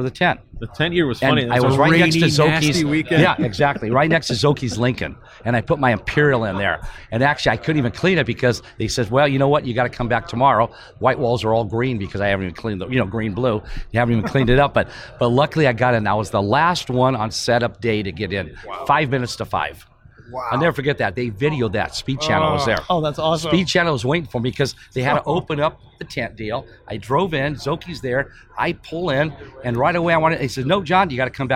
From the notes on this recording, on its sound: Recorded in The Round Six Experience at the 70th Grand National Roadster Show